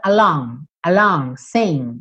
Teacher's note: O G é uma consoante que muitas vezes a gente não escuta